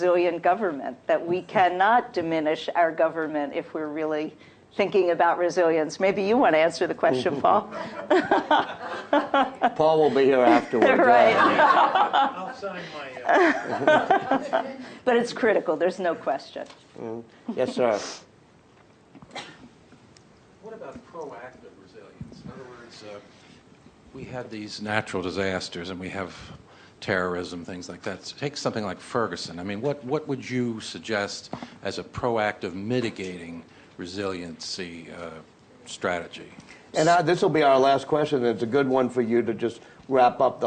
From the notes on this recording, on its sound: Was recorded live at the Institute's Alma and Joseph Gildenhorn Book Series.